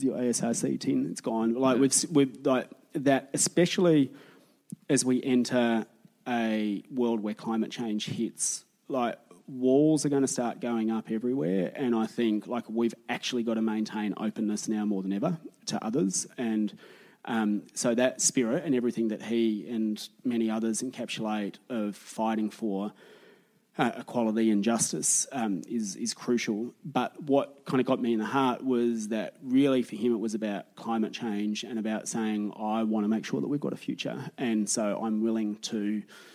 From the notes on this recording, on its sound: Recorded in Collingwood at the Easey Street Concert Hall in front of a bloody lovely crowd.